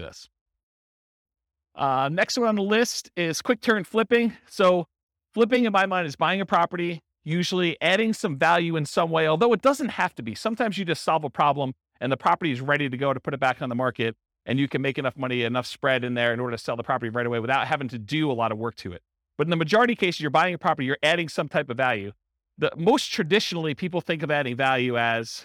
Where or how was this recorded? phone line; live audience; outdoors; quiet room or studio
live audience